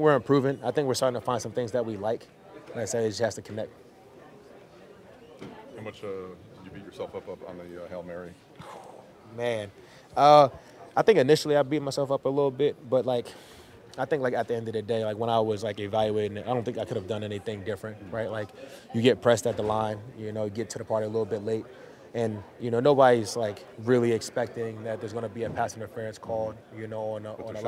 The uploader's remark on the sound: Press Conference